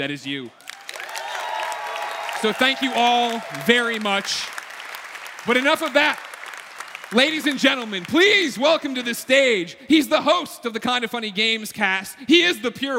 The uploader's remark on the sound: recorded in front of thousands at PSX 2016